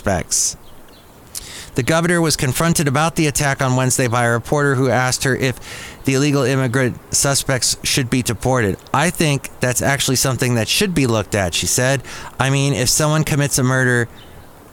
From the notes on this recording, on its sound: podcasts live from Café Anyway